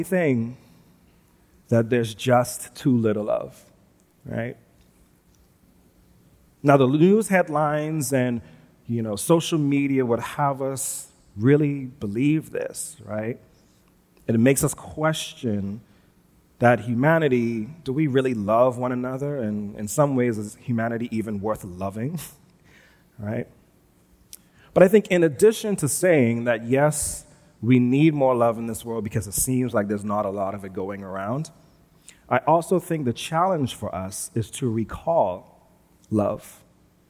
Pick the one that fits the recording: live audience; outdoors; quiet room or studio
live audience